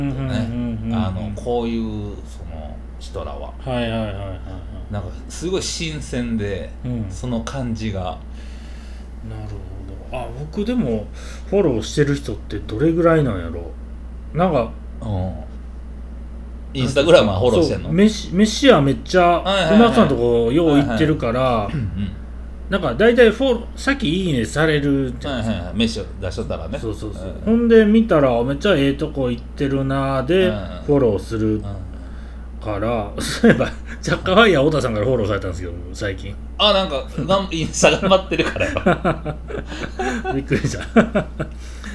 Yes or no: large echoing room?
no